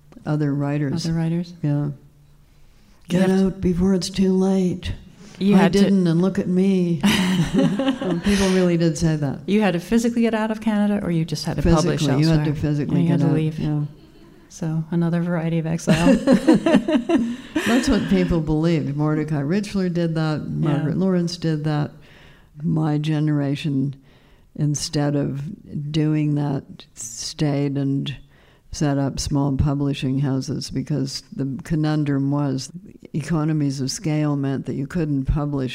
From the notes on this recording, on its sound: This is the first episode of the New Yorker Fiction Podcast to be recorded in front of a live audience. It was taped at the Hot Docs podcast festival, in Toronto.